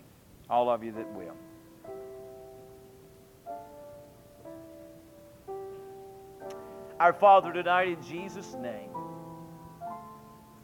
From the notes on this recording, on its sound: Temple Baptist Church Archive Podcast. During the PM service on December 5, 2001.